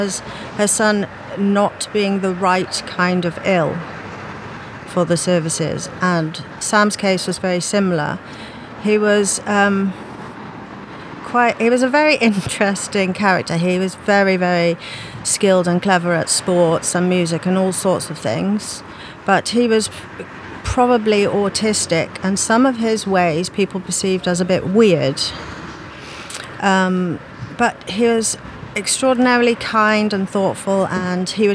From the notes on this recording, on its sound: set up a mobile studio outside Shrewsbury Abbey for a few hours